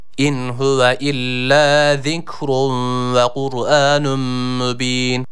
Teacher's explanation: Zikrun peltek dil dişler arasında ileride. · Term: peltek olan z harfi